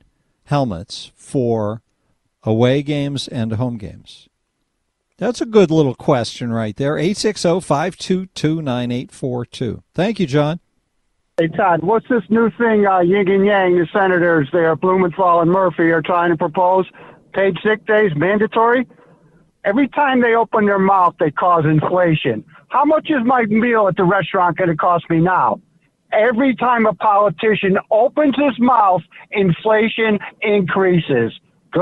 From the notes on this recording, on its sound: More phone calls on energy. Take more calls!